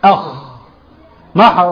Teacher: ادنى الحلق مما يلي الفم، يعني قريب جدا من قاعدة اللسان · Term: الخاء